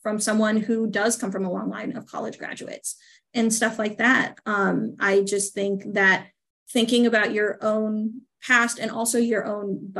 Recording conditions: video call